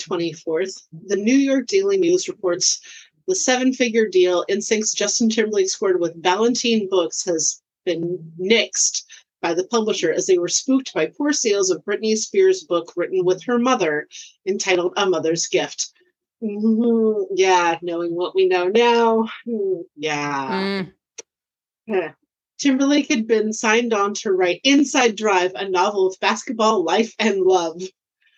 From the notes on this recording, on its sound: to the point we broke Zoom